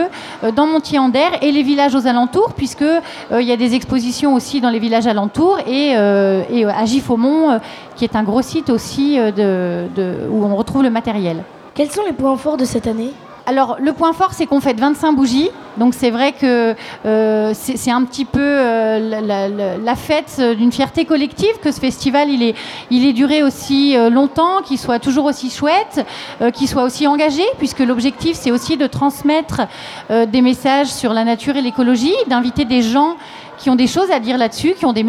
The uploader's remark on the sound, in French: Les élèves de l’option « journalisme » du collège Anne Frank de Saint-Dizier ont réalisé une émission de webradio diffusée en direct et en public depuis le festival de la photographie animalière et de nature de Montier-en-Der à l’occasion de son 25ème anniversaire.